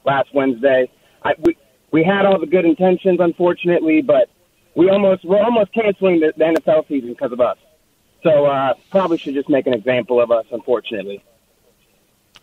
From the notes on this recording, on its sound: We open the phones.